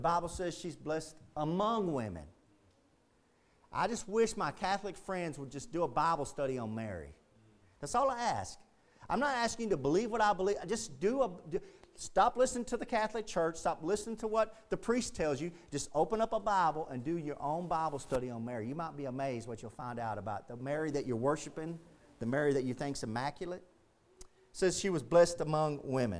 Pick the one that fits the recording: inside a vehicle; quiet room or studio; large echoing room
large echoing room